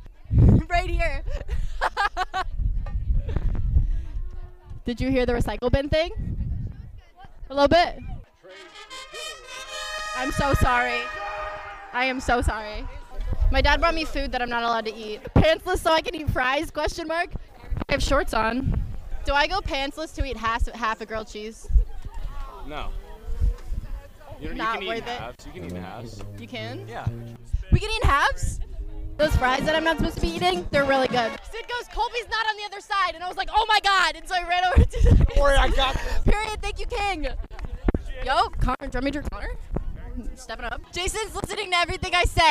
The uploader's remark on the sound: In the midst of the Homecoming football game and the last performances of the marching band 2022 season, the drum majors are once again given microphones. Listen to some spaced-out rambling, interviews, and several fight songs.